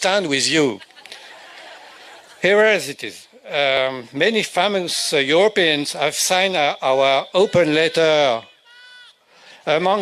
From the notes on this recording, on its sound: All the speeches from the rally organised by Yes 4 EU and Believe in Scotland which took place in Edinburgh on 2nd September outside of Holyrood.